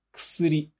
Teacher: No começo tem ku, mas a gente não pronuncia o u, então vai pronunciar só o k